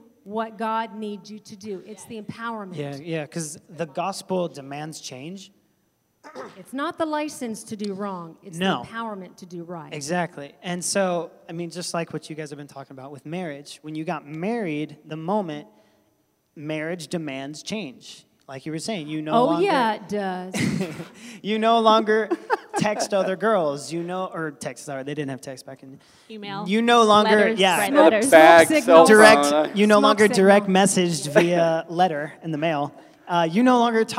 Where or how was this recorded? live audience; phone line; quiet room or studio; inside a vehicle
live audience